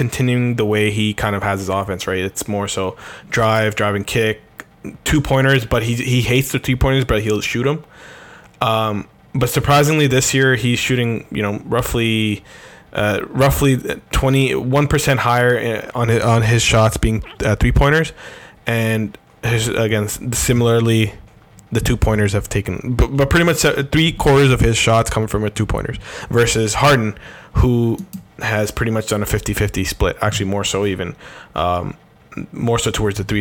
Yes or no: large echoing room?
no